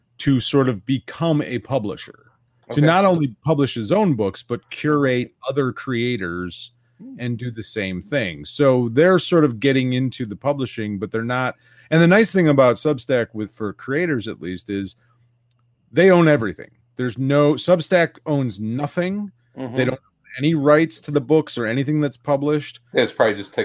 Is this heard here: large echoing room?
no